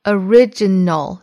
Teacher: 重读呢放在第二个音节 original,哒哒哒哒四个音节